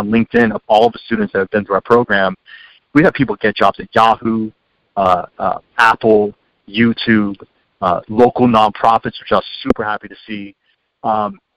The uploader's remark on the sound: You're listening to KALX Berkeley, 90.7 FM, University of California and listener-supported radio. Coming at you from the Public Affairs department here at KALX. On the phone.